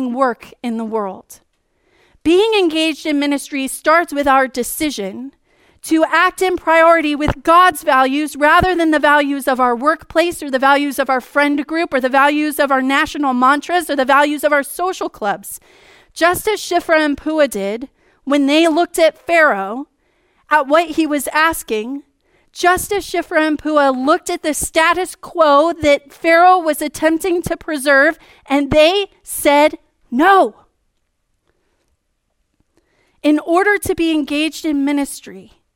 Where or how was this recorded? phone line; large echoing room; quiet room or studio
large echoing room